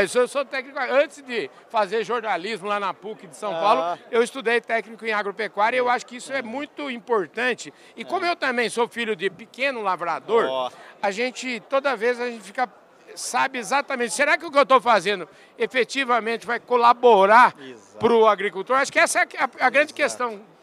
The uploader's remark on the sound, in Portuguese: Prosa na prateleira de cima gravada durante o Congresso Nacional Andav.